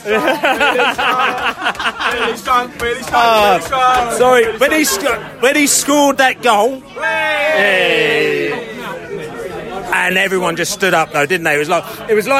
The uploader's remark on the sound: post-match podcast from the pub